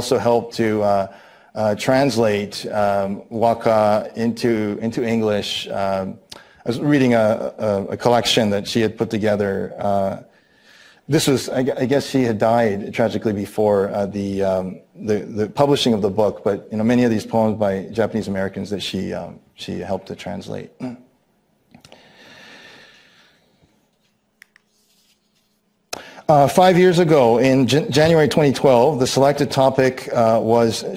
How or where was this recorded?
large echoing room